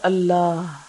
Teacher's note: اللہ کے آخر میں جو ہا ہے اس کا مخرج جو ہے اقصا حلق